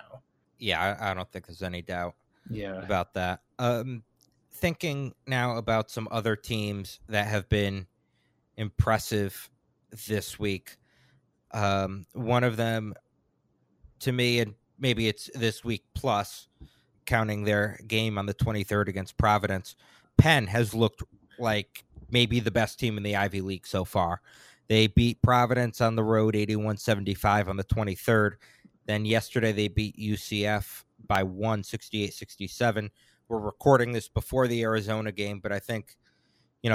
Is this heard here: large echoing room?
no